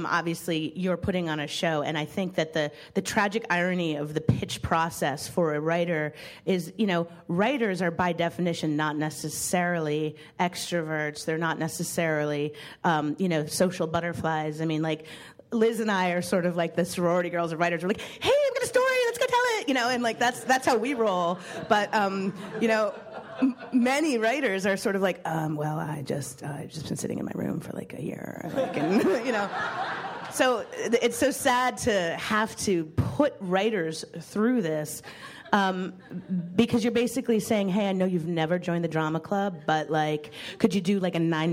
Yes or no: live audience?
yes